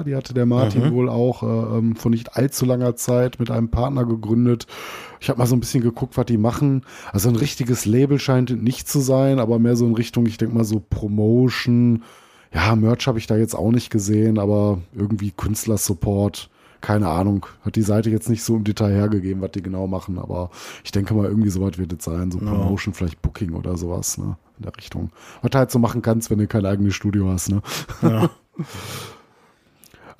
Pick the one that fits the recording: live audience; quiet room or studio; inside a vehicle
quiet room or studio